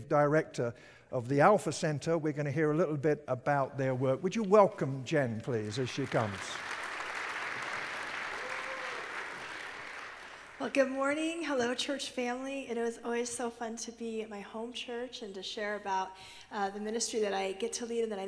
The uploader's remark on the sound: At Timberline Church - Audio. Live.